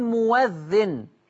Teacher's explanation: لما تيجي همزة مفتوحة وقبلها حرف مضموم نقلب الهمزة دي واو مفتوحة